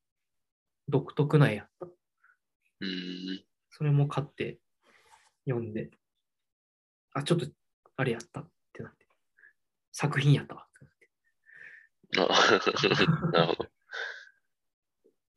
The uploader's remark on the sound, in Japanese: Zoomで話してます。